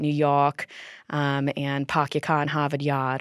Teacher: So we have the feature of R-lessness, so dropping R's